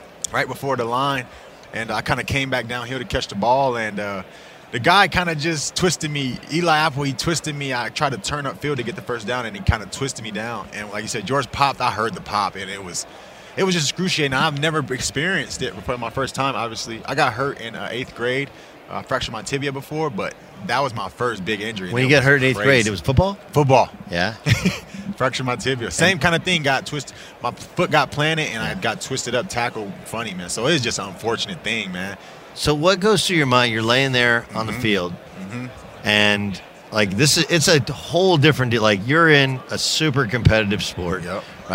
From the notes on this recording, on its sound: live from Radio Row at Mandalay Bay in Las Vegas